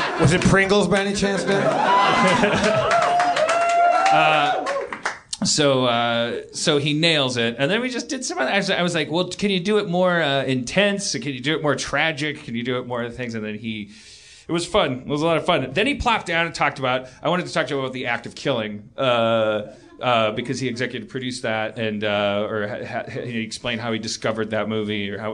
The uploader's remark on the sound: Discover a Belgian fan in the audience, but when a Londoner from the crowd.